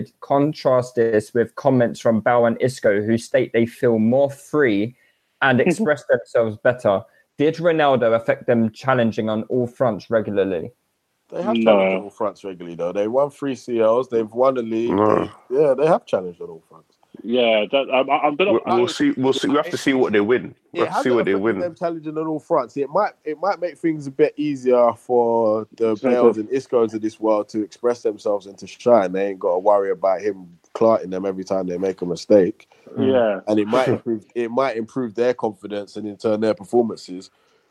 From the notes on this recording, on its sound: We apologise for the drop off in sound quality for this podcast, as it was recorded via the internet and not in our usual studio.